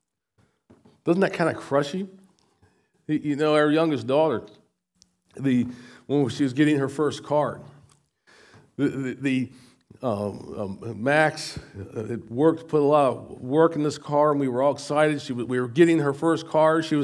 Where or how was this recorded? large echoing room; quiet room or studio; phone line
large echoing room